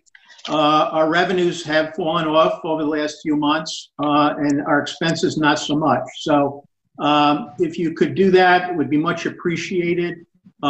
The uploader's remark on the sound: recorded from Zoom